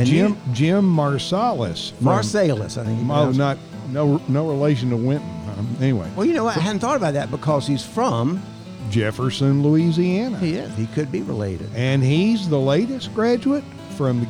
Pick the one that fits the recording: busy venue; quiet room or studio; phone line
busy venue